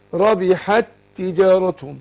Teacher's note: ادغمت التاء في التاء ادغام مثلين بس ما فيهوش ايه ما فيهوش غنه، لكن الغنه هنا عشان الميم، لان الغنه مركبه في جسم الميم والنون.